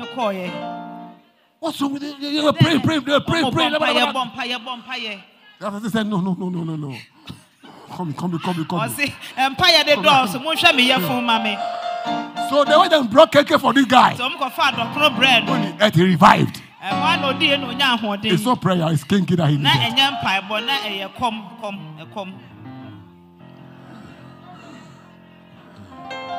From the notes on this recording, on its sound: Preached at LCC Goshen